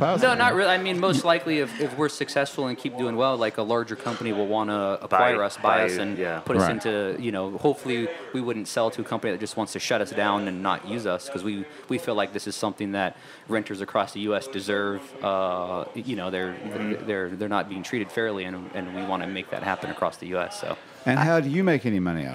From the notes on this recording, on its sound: Happy Hour is recorded live at the iconic Maple Leaf Bar in New Orleans.